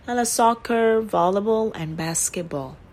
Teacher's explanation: xuống thì thường ở cuối câu vì nó mang tính liệt kê · Term: Câu liệt kê